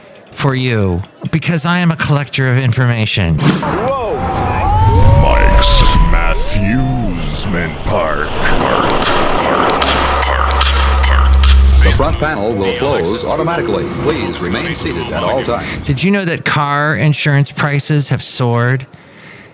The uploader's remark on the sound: podcasts live from Café Anyway